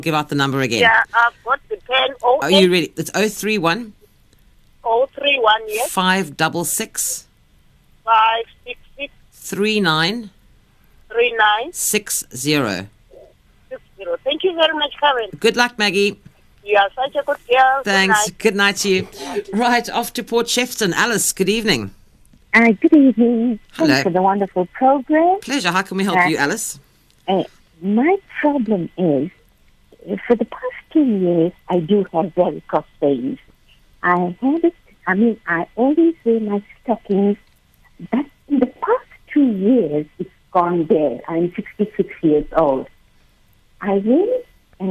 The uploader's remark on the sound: PHONE-IN